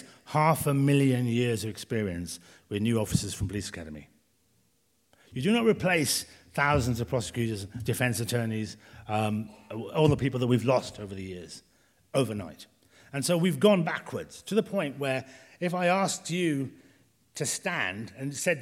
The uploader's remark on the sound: recorded in the Howard Assembly Room in February 2022